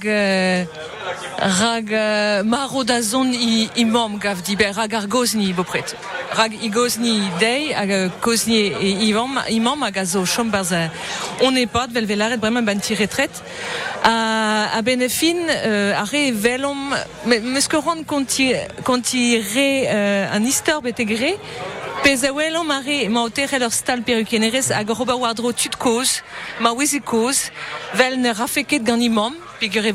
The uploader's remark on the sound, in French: France Bleu Breizh Izel est en direct du Festival du Film de Douarnenez.